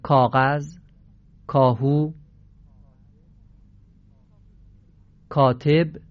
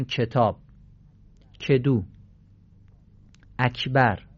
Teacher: حرف کاف و ما در فارسی گاه تیز میگیم و گاه مخلوط با چه میگیم. مثلا وقتی میگیم کاغذ، کاهو، کاتب، این کاف رو تیز میگیم.